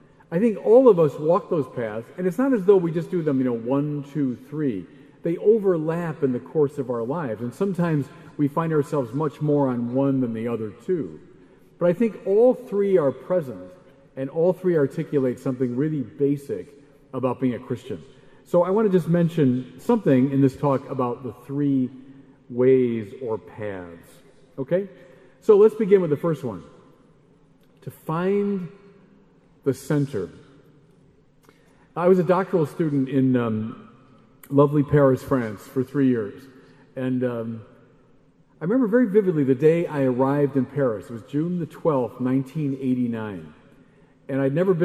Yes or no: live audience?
yes